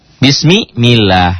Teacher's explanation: Kalau sebelum lafadz Allah berbaris kasrah jadi tipis.